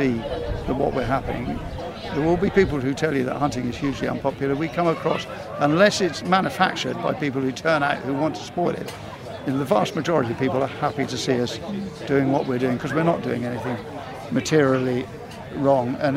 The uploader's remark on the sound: recorded at the Alresford Show